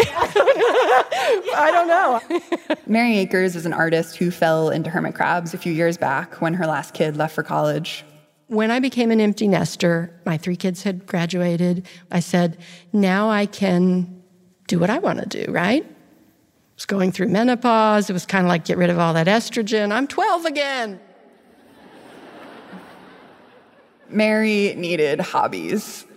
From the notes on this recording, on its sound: A story she told live on stage at Pop-Up Magazine as a part of their Fall of 2022 tour.